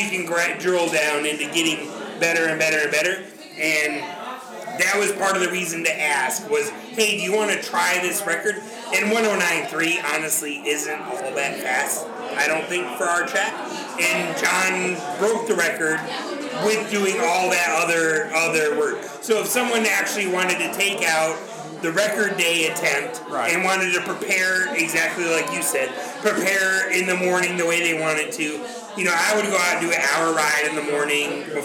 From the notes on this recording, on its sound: This is a live episode. Sound quality is not optimal so be warned.